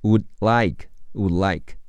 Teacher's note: 听力中 would 的的会失去爆破，不读出来